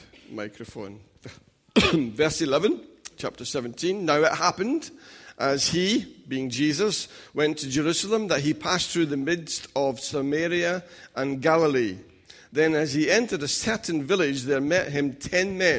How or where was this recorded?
large echoing room